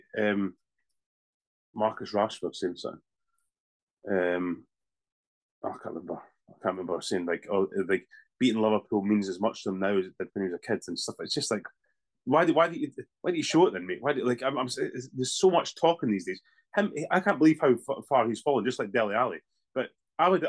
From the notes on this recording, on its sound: back on zoom